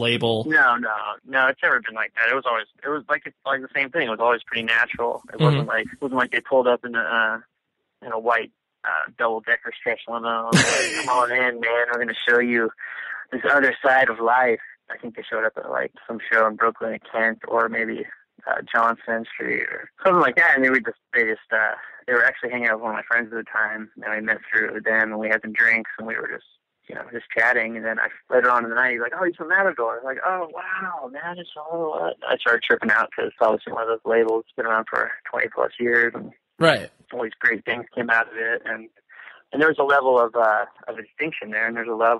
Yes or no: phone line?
yes